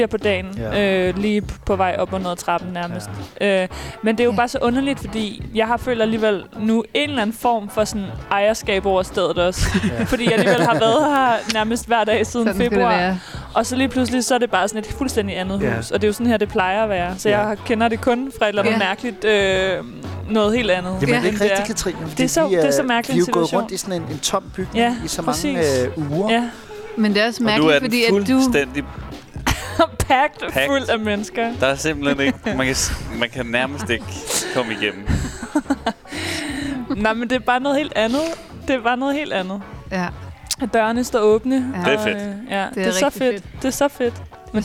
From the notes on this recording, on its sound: Dørene åbner for første gang efter Lockdown & vi sendte live fra Salen.